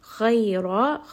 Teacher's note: Khay is going to be heavy. This is madlin and kha is a permanently heavy sound.